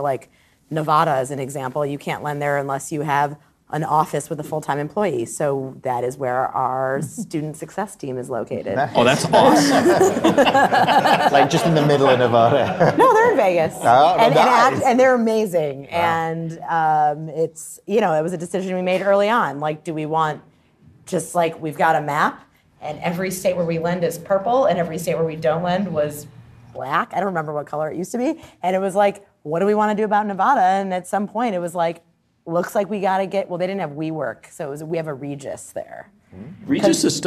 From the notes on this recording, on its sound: Recorded live from the Big Apple. Are joined by some fantastic guests at our After Dark event in New York.